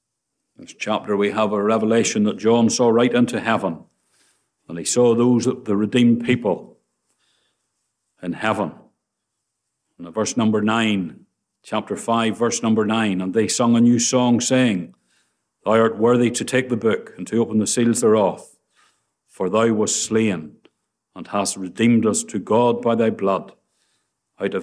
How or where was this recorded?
large echoing room